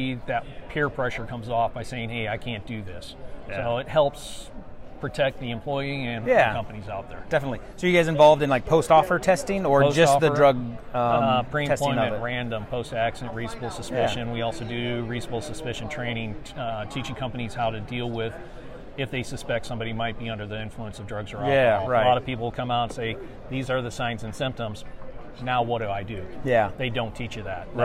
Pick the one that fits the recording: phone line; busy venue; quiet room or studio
busy venue